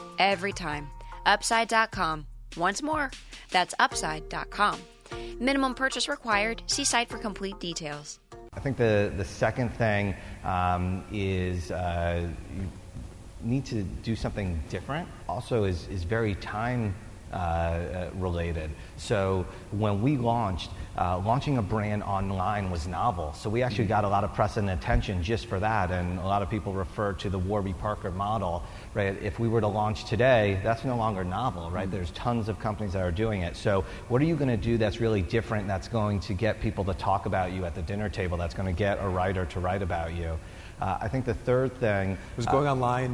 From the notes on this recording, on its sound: Recorded at the Forbes 30 Under 30 Summit in October 2016.